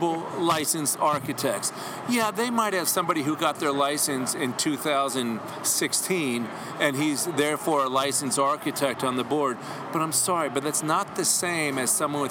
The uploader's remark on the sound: Live from the Texas Society of Architects 2017 Expo and Convention